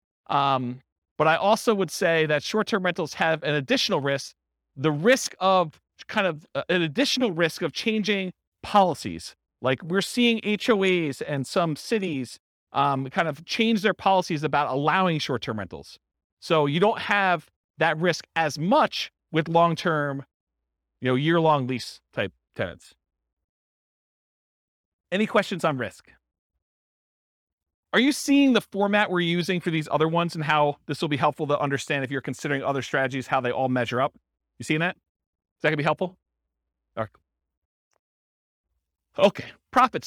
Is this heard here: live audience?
yes